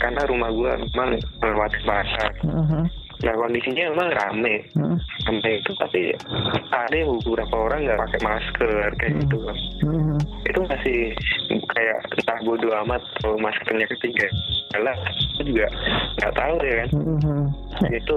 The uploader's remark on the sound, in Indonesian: Podcast ini murni direkam natural langsung melalui telepon.